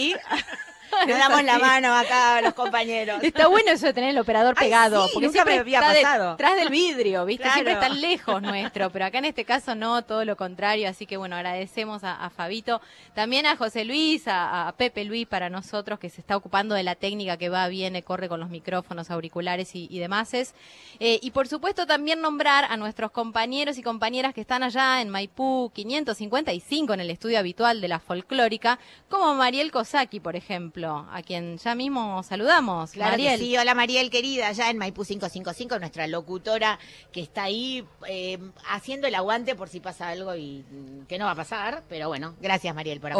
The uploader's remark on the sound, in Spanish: Primer programa en vivo desde la Feria del libro. Ante la emoción del equipo y el público.